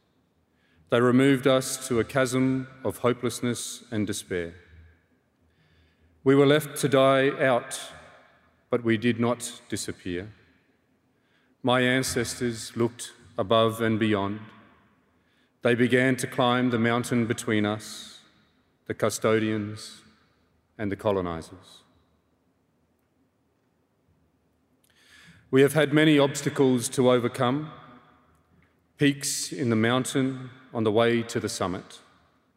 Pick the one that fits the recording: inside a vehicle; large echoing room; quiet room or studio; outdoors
large echoing room